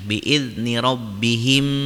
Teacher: Maka cara bacanya dimasukkan ke huruf mim setelahnya dan didengungkan biidni rabbihim, ditahan dulu dua harokat. · Term: idgom mimi